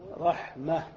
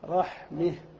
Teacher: فإن الفتحة قبل تاء التأنيث أيضا يجوز أن تمال، فتميلها إلى الكسرة · Shown in: second take · Term: الإمالة